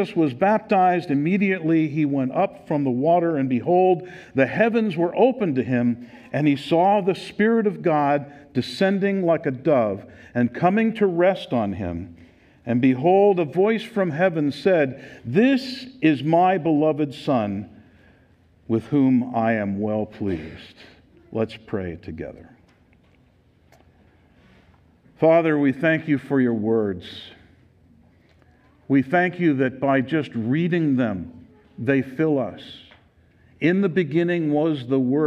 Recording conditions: live audience